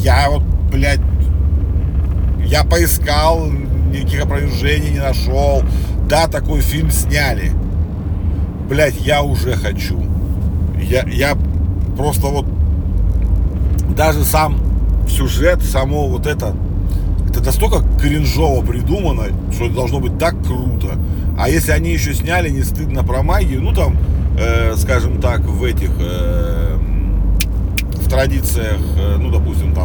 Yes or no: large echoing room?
no